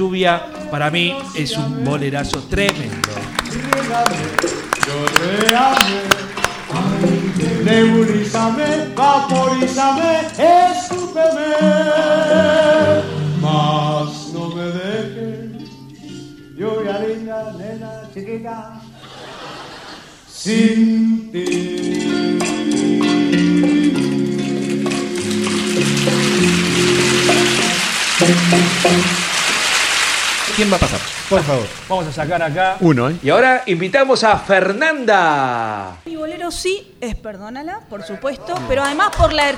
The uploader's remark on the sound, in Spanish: En Vivo en el "Club Lucille". La grabación que realizamos en Vivo el 20 de Agosto del 2022 en el "Club Lucille".